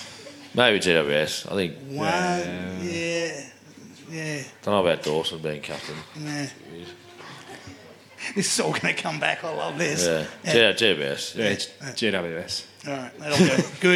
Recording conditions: busy venue